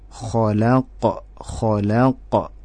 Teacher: Kol-kolahnya atau pantulan dari huruf kof pada saat kof sukun atau kof mati. Atau kof dalam keadaan disukunkan di akhir ayat ya.